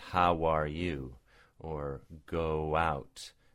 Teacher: when you end an oo sound, you use it as a W to go onto the next vowel